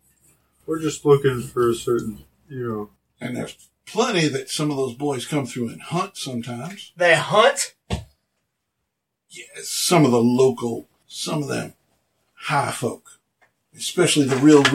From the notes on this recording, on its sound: My editing is getting better but the sound quality was terrible on the raw recording.